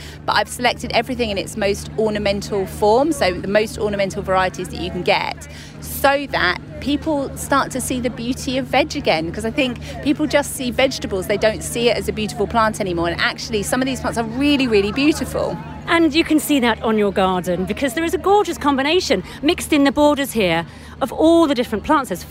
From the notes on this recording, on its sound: From BBC Gardeners' World Live, June 2023. Visits the BBC Gardeners' World Live show, at the NEC in Birmingham.